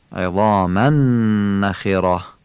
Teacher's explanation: زای دستدار رو مثل ذال باید نوک زبانی بگیم ولی درشت، الفش هم آخونده میشه، درشت گفته میشه، عظامن. تنوین عظامن در نون نخره ادغام میشه به اصطلاح، با کشش و با قنه خوانده میشه، عظامن نخره.